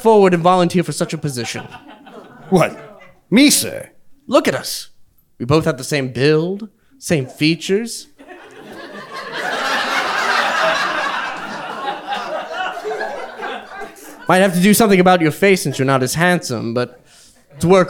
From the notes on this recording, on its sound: LIVE Event Recording. This episode was recorded on stage in front of a Live audience. At Le Chat Noir Theatre in Augusta, GA.